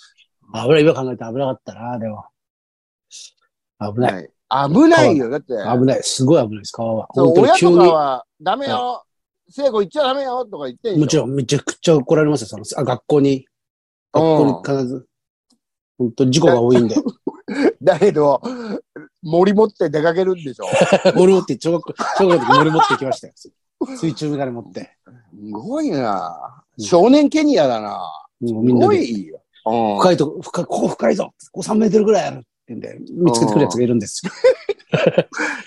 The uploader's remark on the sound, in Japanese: ZOOMで収録